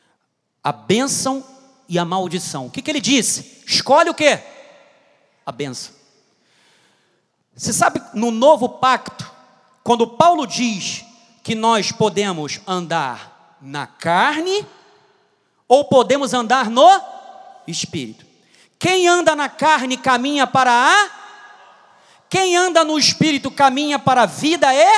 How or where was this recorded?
large echoing room